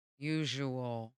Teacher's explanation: It's not a shh sound, though. It's a zh sound.